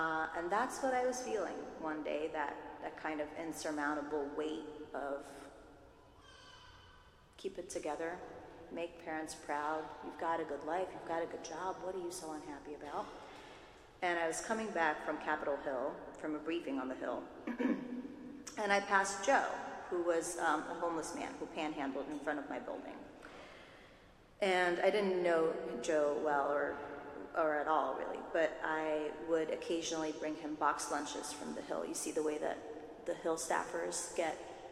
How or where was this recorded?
live audience